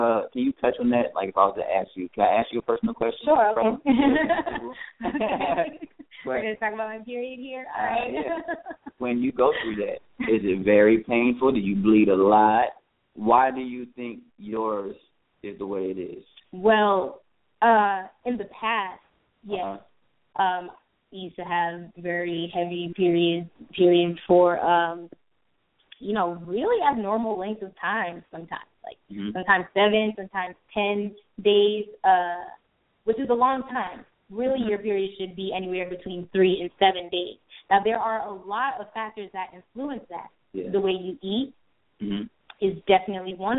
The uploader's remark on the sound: Thought Provoking Live Call In Talk Show.